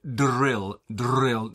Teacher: this rhotic trilled R sound can be difficult for many people, especially when it's not something used in your own language